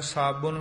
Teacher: ਮੈਲੂ ਕੀਨੋ ਸਾਬੁਨ, ਬੱਬੇ ਦੀ ਔਂਕੜ ਦੀ ਆਵਾਜ਼ ਦੇ ਸਹਿਤ, ਸਾਬਣ ਸਿੱਧਾ ਨਹੀਂ ਕਹਿਣਾ, ਨੰਨੇ ਦੇ ਨਾਲ ਉਚਾਰਨ ਹੈ।